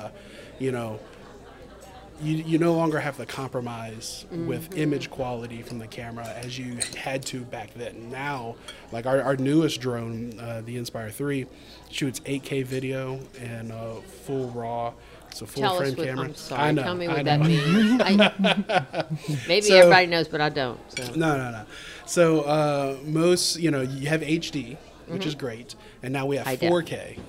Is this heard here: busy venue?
yes